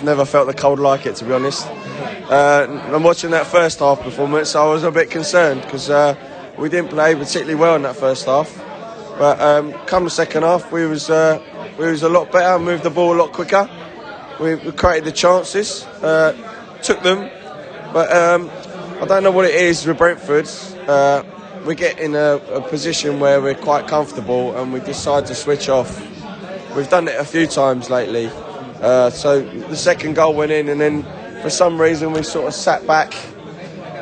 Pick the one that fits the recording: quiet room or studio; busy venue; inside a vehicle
busy venue